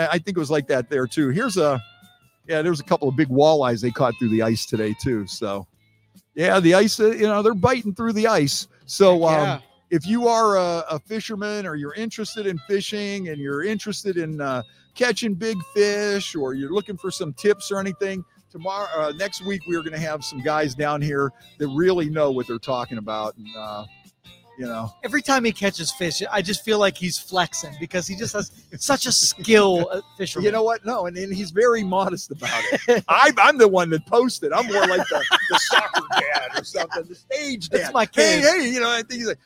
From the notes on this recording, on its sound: live from Penguin City Brewing!